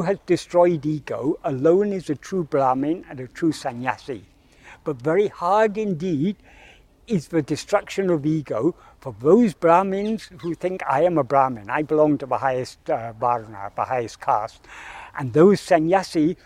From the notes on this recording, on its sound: In this video filmed in Kensington Gardens on 23rd May 2023